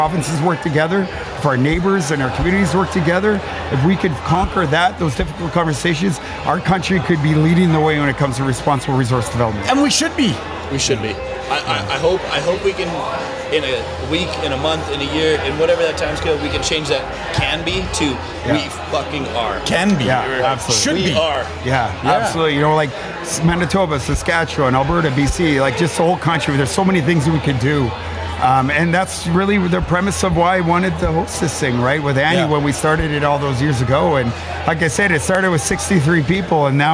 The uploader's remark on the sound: Hive Nation Live at the Calgary Stampede. Live at The 7th Annual NCSG & Blackfish Enterprises Networking Event at The 2023 Calgary Stampede.